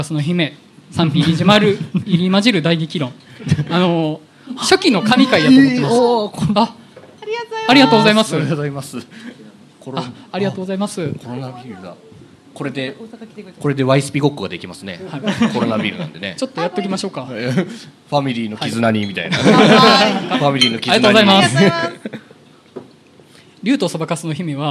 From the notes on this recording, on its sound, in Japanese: 公開収録in NakedLoft YOKOHAMA。ネイキッドロフト横浜で行われた公開収録にて。